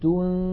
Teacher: ننتقل من التاء إلى مخرج الذال ولكن لا ننطق ذالا بل ننطق من الأنف غنة تنذي، فإذا انتهى زمن تلك الغنة نطقنا ذالا مكسورة مجردة عن الغنة.